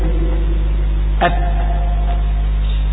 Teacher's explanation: مهما انضغطت في النفس لا يهتز معه الغشاء نفسه. ات يقول الهمسه ات، هذا ليس همسه. · Term: التاء